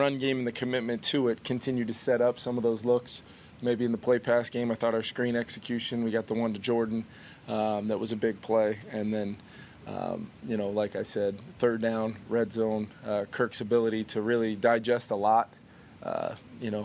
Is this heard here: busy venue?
yes